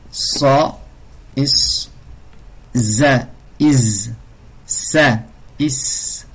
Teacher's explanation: au bout de la langue, entre les incisives supérieures et inférieures · Term: lettres de sifflement